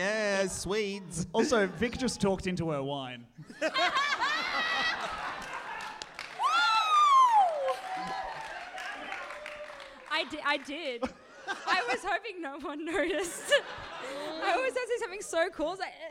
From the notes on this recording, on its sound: this is our Sydney live show